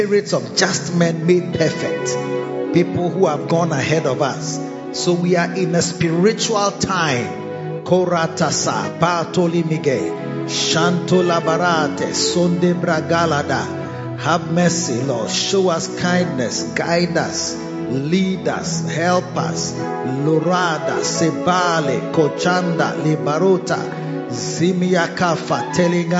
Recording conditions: large echoing room